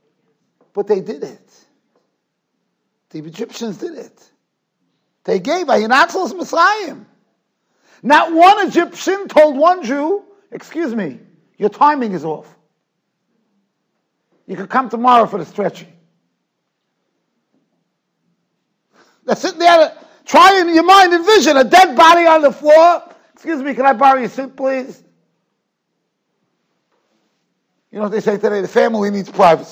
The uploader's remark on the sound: Shiur recorded in Yeshivas Ohr Reuven, Monsey, NY.